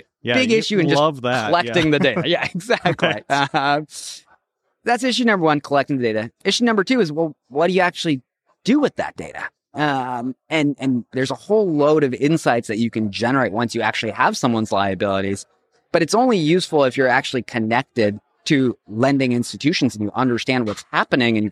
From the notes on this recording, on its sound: A conversation recorded live from the Fearless Investing Summit in October 2023 in Miami.